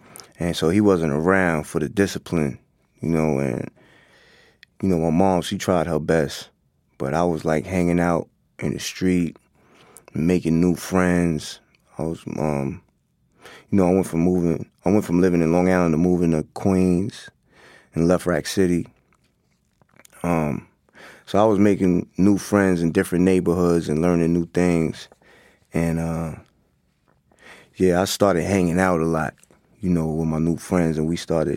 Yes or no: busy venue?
no